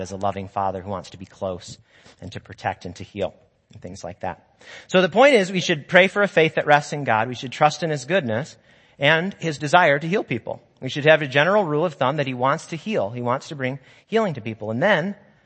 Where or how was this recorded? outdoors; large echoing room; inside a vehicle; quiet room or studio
large echoing room